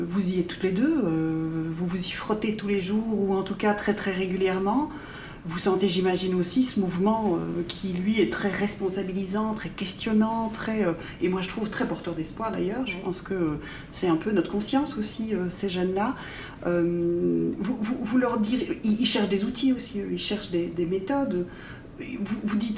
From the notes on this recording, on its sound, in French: Émission spéciale enregistrée au colloque KONTINÜUM 2020. Dans cette émission spéciale enregistrée au colloque KONTINÜUM 2020.